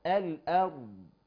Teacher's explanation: الهمزة نفسها تمام مرققة حلوة قوي، والراء مفخمة والضاد مفخمة